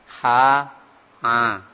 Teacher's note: Dan pernafasan, di situ keluar darinya huruf H dan A. H dan A itu keluar dari tengah tenggorokan.